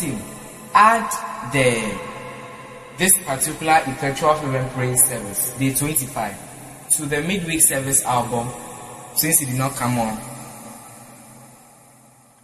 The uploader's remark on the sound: Preached at The EFPAP & Midweek Service, LIVE at the Love Arena Church, Accra - Ghana.